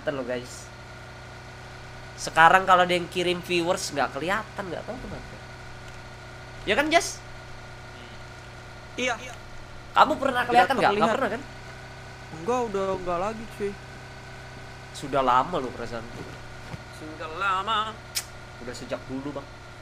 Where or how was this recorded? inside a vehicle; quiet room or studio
inside a vehicle